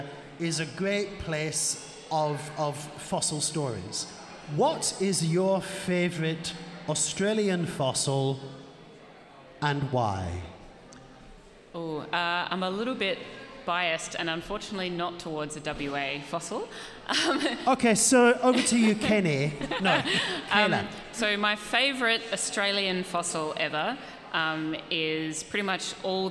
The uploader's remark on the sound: Recorded LIVE at the Western Australian Museum Boola Bardip. This episode was recorded during the Museum’s “Biggest Science Lab Ever” event during National Science Week.